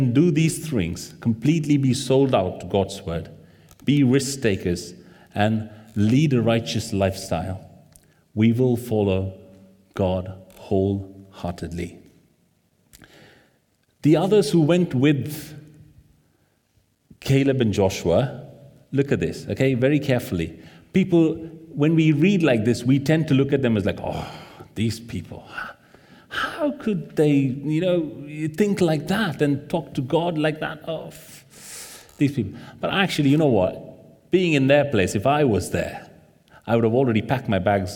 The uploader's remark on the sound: This sermon was recorded on Sunday 14th May 2023 at our Great Denham venue.